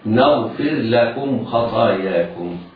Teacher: نغفر لكم، الراء هنا بعض المبتدئين في حفظ القرآن الكريم يضغم الراء في اللام، وهذا من رواية حفص لا يصح. يجب على القارئ إظهار الراء قبل اللام